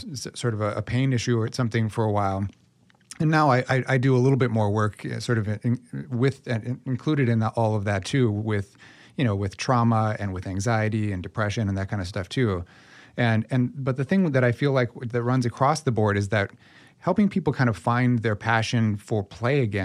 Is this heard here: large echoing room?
no